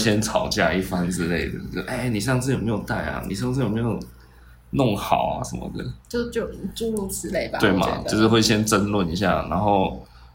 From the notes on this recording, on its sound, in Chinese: 這集錄音設備罷工，緊急用手機錄音請原諒低音質。